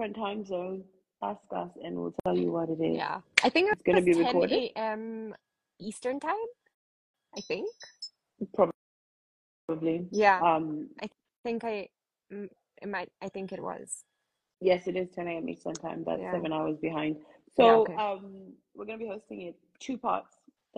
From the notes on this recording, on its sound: an Instagram Live